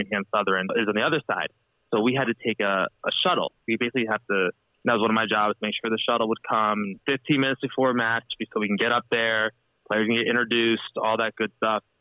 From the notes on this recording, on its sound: Listener Call-In. We open the phone lines to hear from our listeners.